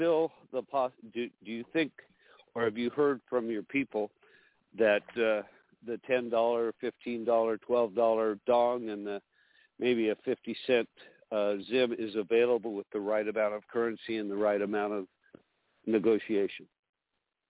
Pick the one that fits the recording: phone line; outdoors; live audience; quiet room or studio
phone line